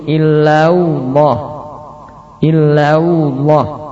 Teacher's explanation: Berikutnya menambahkan wawu setelah lam sehingga menjadi illallah.